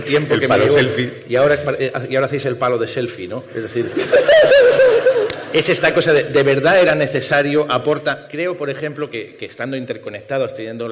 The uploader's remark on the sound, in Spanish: En el más brutal festival de la ciencia, en la mejor celebración de la racionalidad y el progreso que tiene lugar en la península ibérica [el Naukas 2015 en la UPV] nos marcamos un Media2 muy especial. Se prestaron a una tertulia en vivo en Bilbao. Cortesía de ETB.